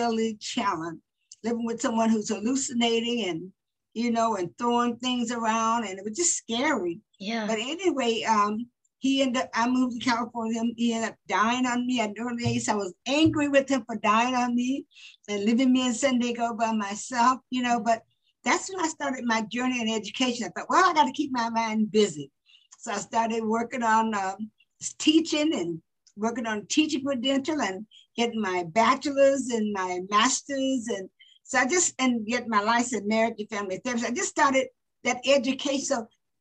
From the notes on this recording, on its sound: Today she is zooming in from San Diego, CA.